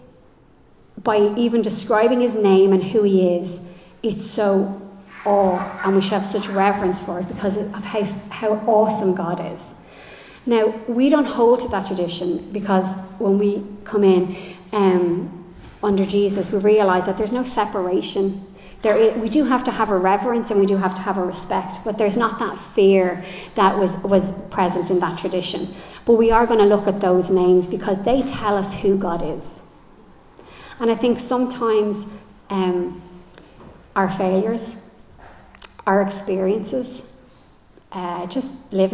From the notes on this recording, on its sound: Recorded live in Liberty Church on 7 January 2024